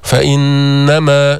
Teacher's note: نون مشددة، غنة قوية بمقدار حركتين